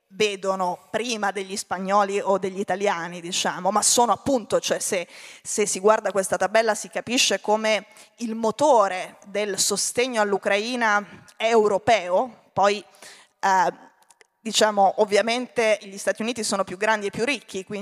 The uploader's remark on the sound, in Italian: Questo intervento è estratto dal Festival "Dialoghi di Pandora Rivista" dell'ottobre 2022.